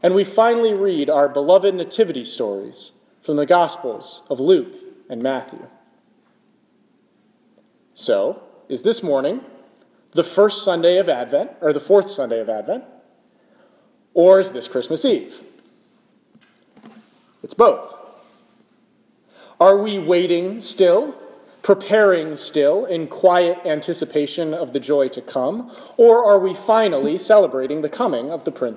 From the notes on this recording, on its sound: This is a sermon I preached in the chapel at the Clinical Center of the National Institutes of Health in Bethesda, MD, on December 24, 2017.